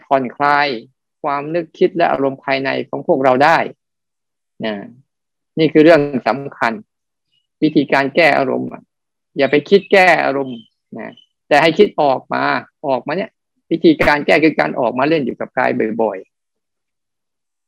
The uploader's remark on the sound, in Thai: เป็น 1 ใน 3 คอร์สออนไลน์ (ผ่านโปรแกรม Zoom)